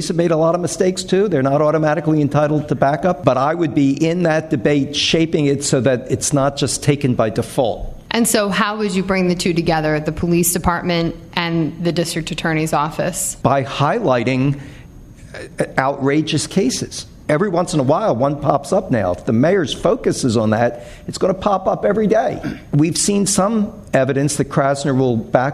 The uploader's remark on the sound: The one-hour debate was recorded in front of a live studio audience. Audience members also posed questions to the candidates.